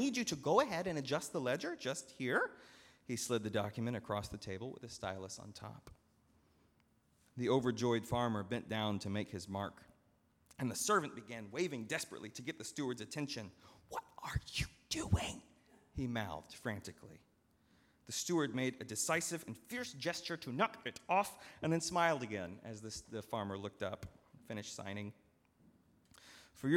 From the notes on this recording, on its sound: At Northminster Church on September 22, 2019.